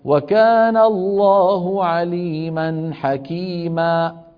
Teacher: فانبتر الصوت فجأة فخرجت همزة